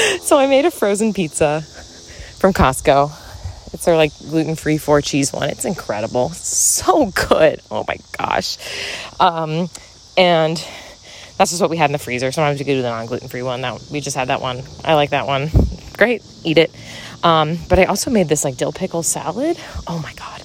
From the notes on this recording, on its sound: Walk & Talk. On a walk through the neighborhood!